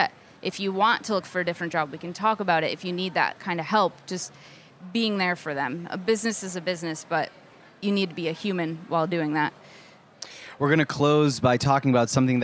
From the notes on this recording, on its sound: live interviews at the Culinary Village at Charleston Wine + Food